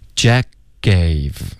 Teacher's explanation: 这个字结尾的科呢其实我们会省略，然后尽量导致一个干脆的停顿